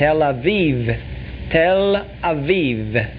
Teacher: there's no I sound, there's no short I in Hebrew. It doesn't exist.